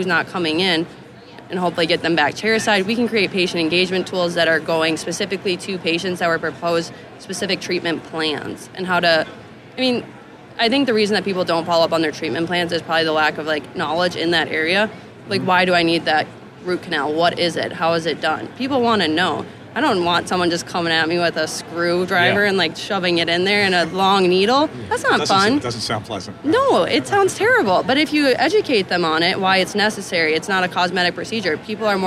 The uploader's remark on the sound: Live from Darby at the GNYDM 2019. Live from the Darby booth at the GNYDM 2019.